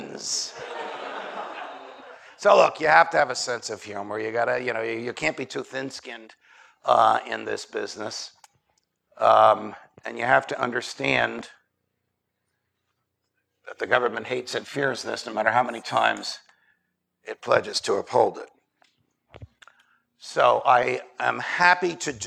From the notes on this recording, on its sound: Recorded at Auburn University in Auburn, Alabama, on 24 July 2017. Hosted by the Mises Institute.